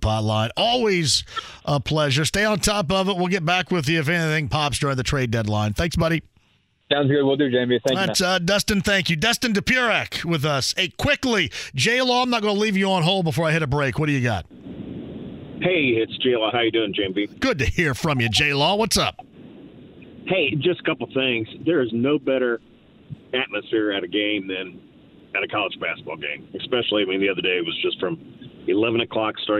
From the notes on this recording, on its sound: Closes the show with one more phone call!